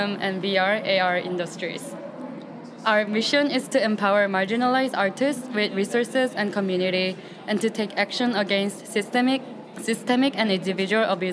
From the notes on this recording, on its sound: Under starry skies, we took our recorders and headphones to a collection of shipping containers in Brooklyn, known as Photoville 2018. Under starry skies, we took our recorders and headphones to a collection of shipping containers in Brooklyn, known as Photoville 2018.